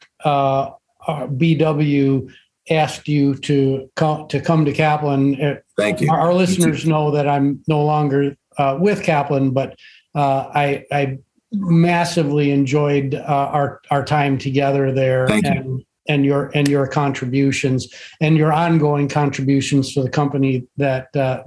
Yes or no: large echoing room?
no